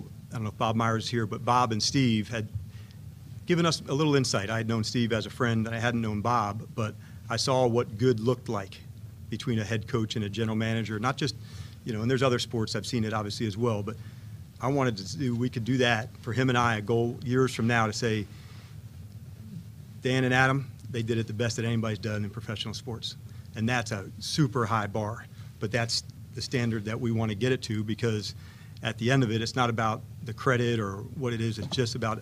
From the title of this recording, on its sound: Intro Presser LIVE From Ashburn